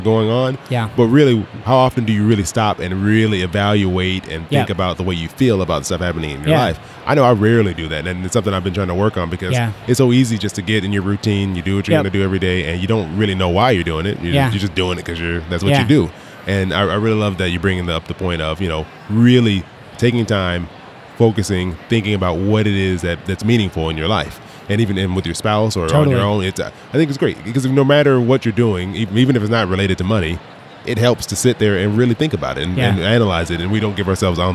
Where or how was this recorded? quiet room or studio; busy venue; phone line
busy venue